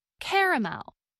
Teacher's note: Caramel, two syllables, or caramel, three syllables, is a light brown candy made from butter, sugar, and milk. In much of the Northeast and parts of the South, this word is pronounced with three syllables, caramel. In parts of the Appalachian Mountains and much of the Midwest, many Americans pronounce this word with two syllables, as in caramel.